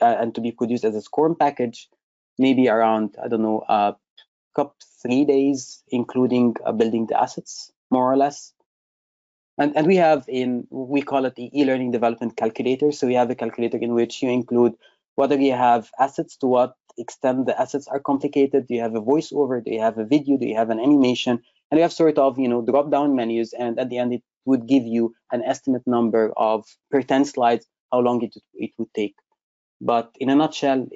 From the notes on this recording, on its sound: webinar recording